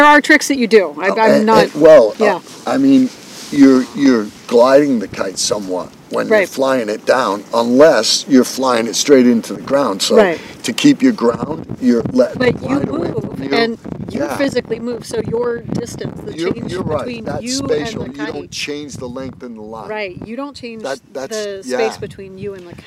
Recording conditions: wind noise